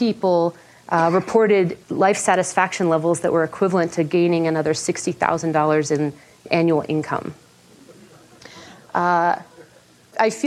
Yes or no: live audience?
yes